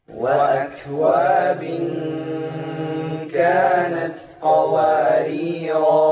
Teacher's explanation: إذن لاحظنا كيف ألف قوارير لما وصلنا حذفناها، ولما وقفنا أثبتناها يعني نطقناها